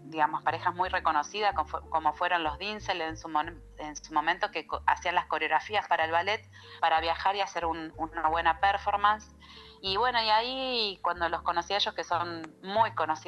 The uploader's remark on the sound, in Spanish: Charla Telefonica.